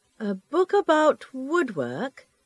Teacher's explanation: Notice how the librarian's voice rises. She repeats the customer's inquiry while she thinks what to say.